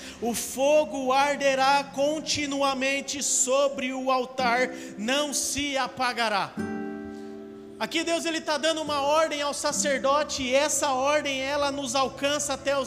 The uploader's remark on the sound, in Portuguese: Áudio do Culto de Domingo